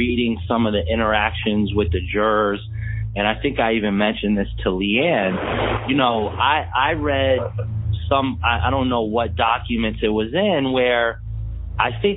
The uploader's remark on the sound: This Bonus Episode contains unedited phone calls.